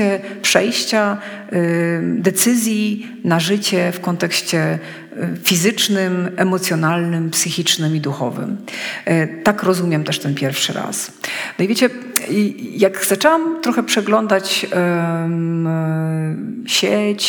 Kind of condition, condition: setting, live audience